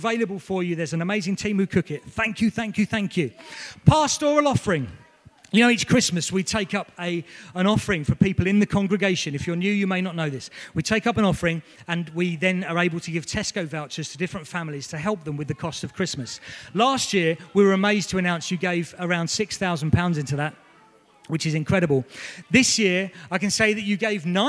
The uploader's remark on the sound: This was recorded at Skylark Church on 6th October 2019 at Vision Sunday.